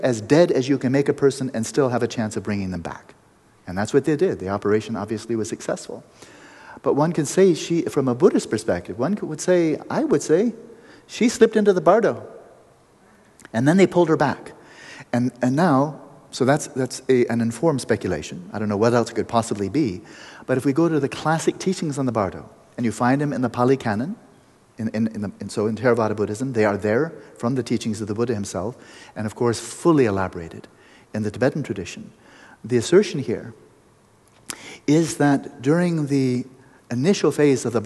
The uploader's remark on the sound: We go into an open mic Q&amp;A session. After the meditation, we go into an open mic Q&A session.